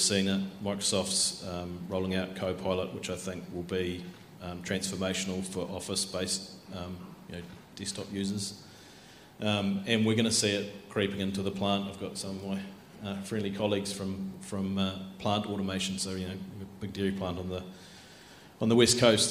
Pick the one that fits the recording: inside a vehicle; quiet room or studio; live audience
live audience